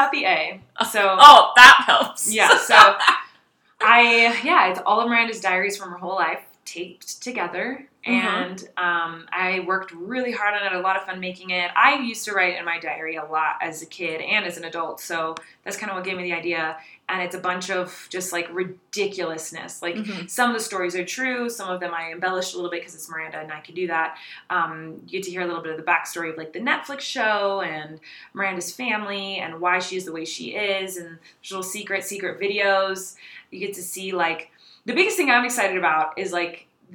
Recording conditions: echo